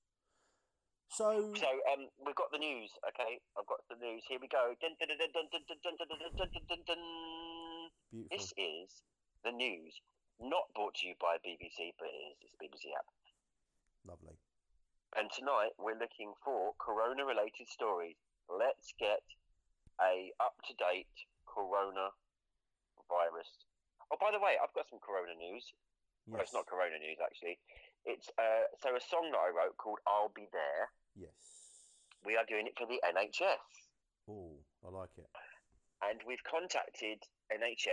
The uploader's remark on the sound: phone in!